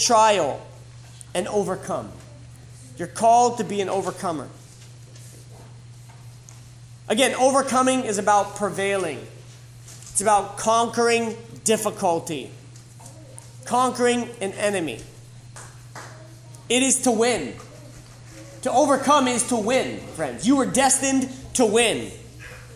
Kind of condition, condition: setting, live audience